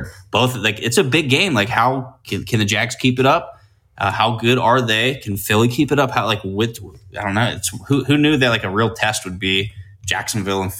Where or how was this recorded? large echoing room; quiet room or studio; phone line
quiet room or studio